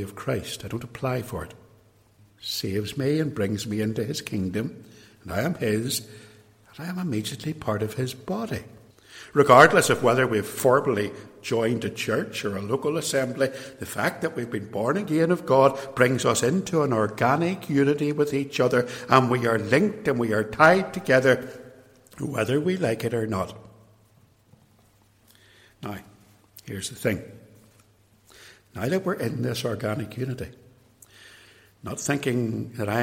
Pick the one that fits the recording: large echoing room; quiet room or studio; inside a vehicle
large echoing room